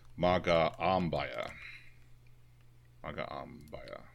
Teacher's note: Yeah, so each vowel is one of its own syllables and should be pronounced on its own. The stress falls on the second syllable from the end